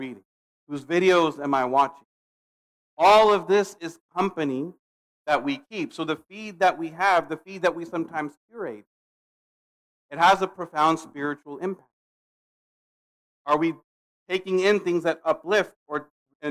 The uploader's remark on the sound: Khutbah delivered June 17, 2022 at Muslim Association of Pudget Sound in Redmond, WA